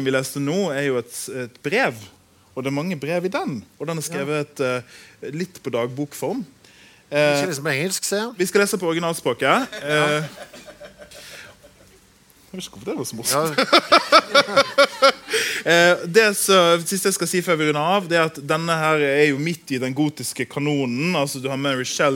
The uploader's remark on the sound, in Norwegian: Live fra Litteraturfestivalen på Lillehammer